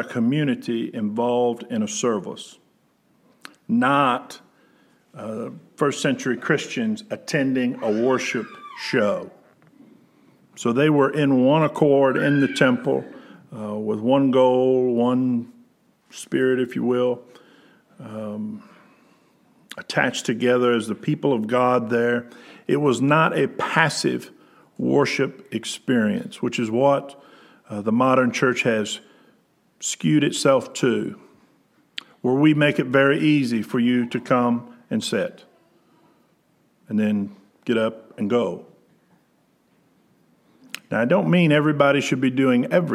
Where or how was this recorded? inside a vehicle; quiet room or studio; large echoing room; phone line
large echoing room